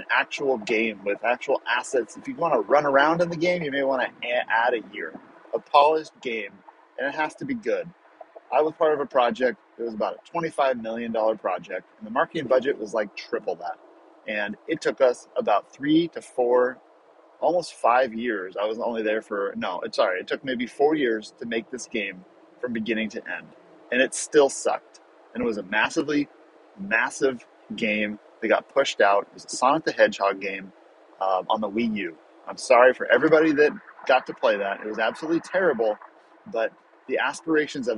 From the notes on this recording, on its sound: Sorry the quality of audio isn’t the best.